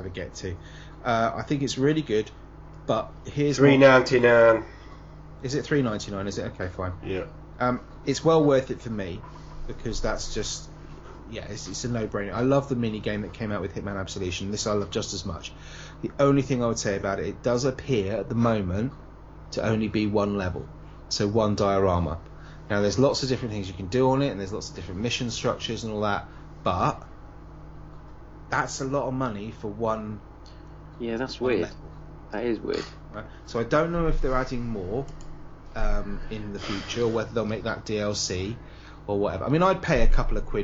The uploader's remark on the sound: Apologies for the slight background hiss throughout